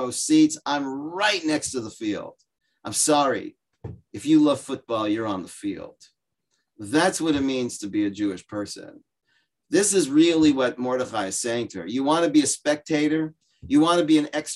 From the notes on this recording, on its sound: Gives a shiur over Zoom. For Illuminate, Orayta's virtual adult beit midrash.